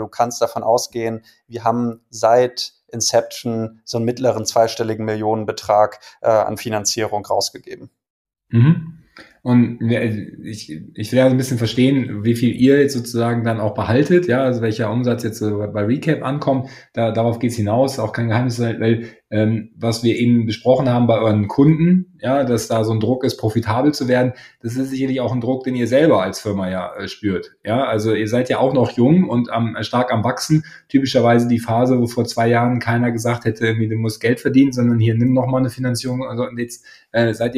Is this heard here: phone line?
no